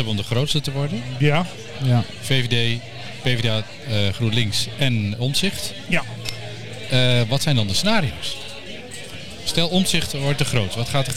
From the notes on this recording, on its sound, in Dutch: Luister mee naar dit politieke café, live opgenomen in Soestdijk (Groningen).